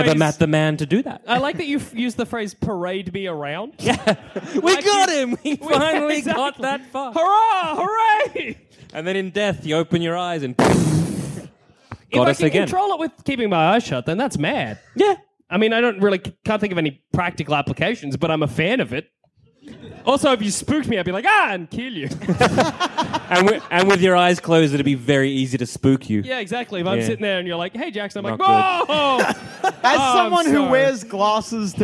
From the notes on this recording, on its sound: recorded at the Frog & Bucket at Manchester